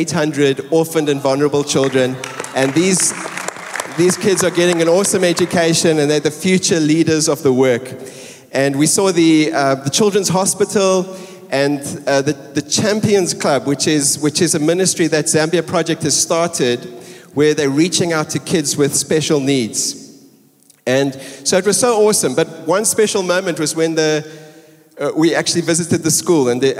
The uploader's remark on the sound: Recorded live on Sunday 16th July the 2023